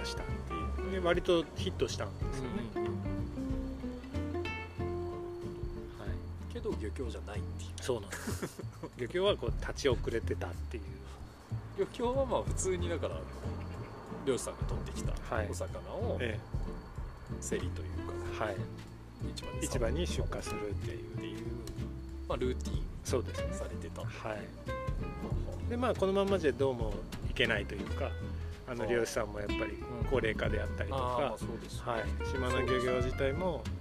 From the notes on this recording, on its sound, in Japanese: まちなかの川べりで収録しているので、虫の声や路面電車の音などが入っております。